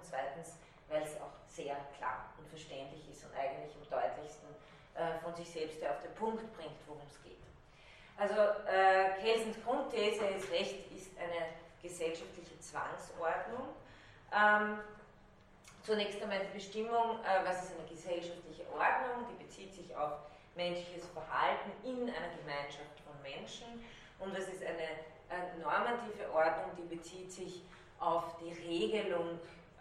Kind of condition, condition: setting, large echoing room